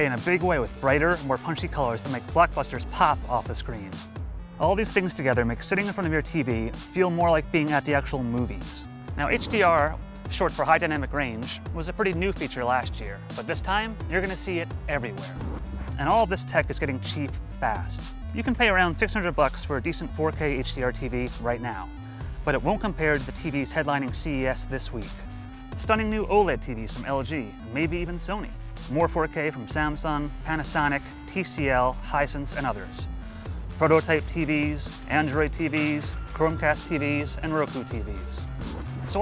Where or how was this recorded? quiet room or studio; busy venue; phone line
busy venue